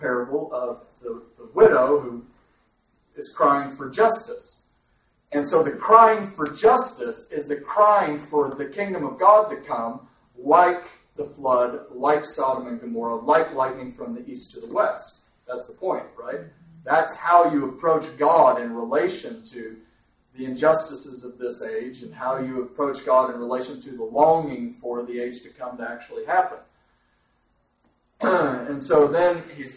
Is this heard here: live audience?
yes